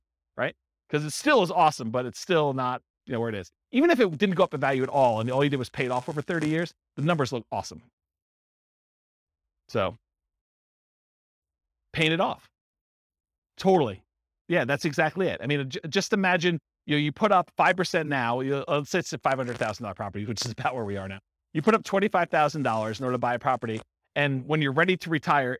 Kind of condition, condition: setting, live audience